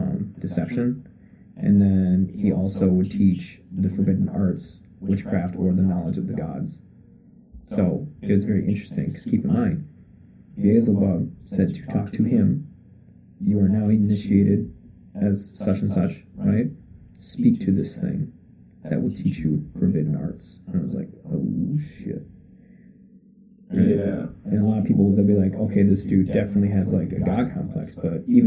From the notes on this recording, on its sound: First off, the audio is not the greatest. Our first guest with the new mic setup was definetely a learning experience.